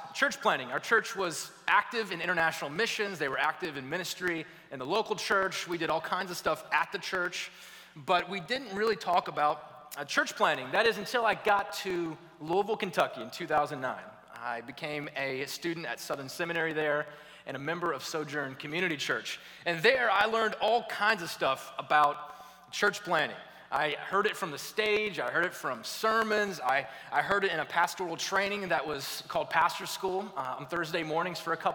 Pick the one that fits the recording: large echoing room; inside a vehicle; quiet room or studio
large echoing room